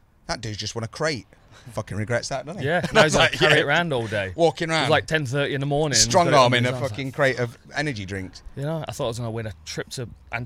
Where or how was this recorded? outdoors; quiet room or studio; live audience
outdoors